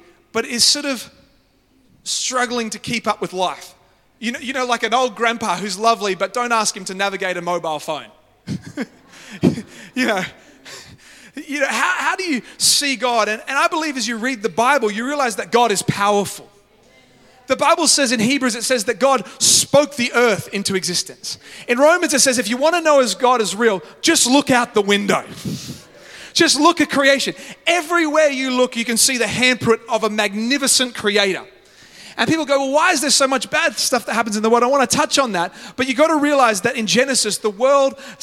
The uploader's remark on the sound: live at Freshwater Church on Sunday the 22nd of October, 2023